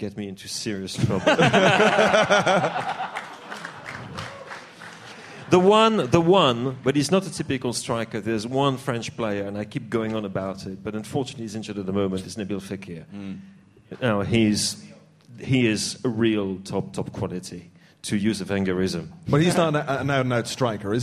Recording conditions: live audience